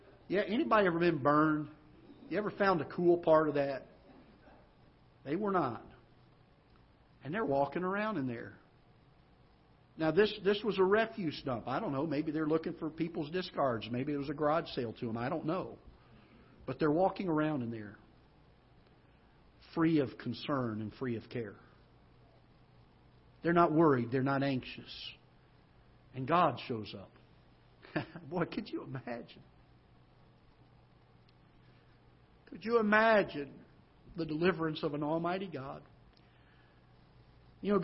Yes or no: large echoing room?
yes